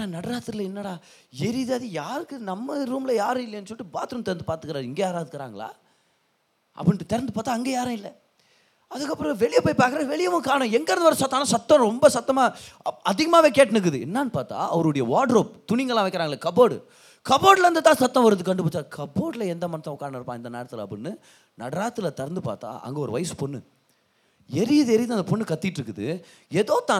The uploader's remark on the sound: Singles Meet-Feb 2023. Preached in the Special Singles Meet.